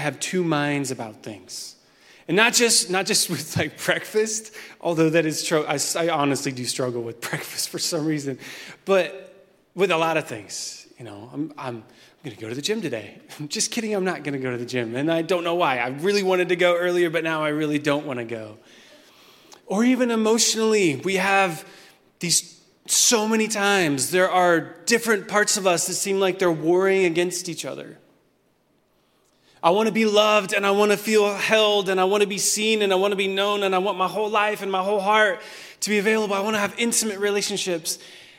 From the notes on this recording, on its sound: Recorded at Hope Church in Springfield, MO.